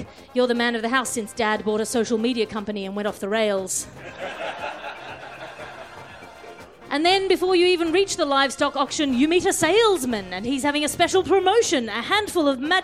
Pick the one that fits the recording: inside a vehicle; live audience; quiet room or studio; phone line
live audience